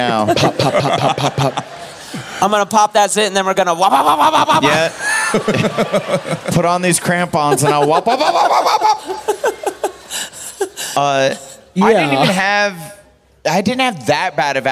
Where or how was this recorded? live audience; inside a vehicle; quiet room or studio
live audience